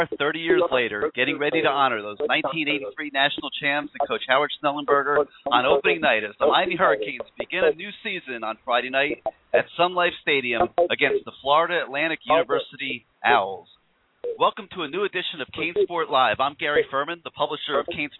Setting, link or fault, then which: link, phone line